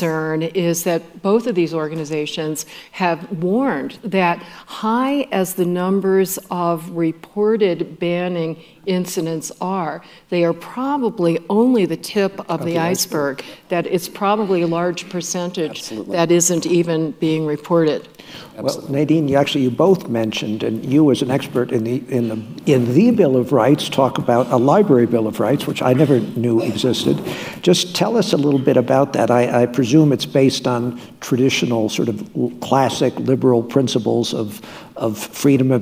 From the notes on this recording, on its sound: At the 2022 Ideas Festival for a conversation.